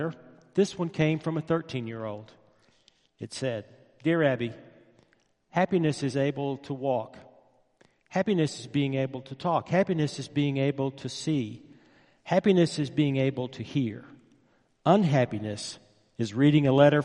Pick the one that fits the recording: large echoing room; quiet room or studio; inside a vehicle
large echoing room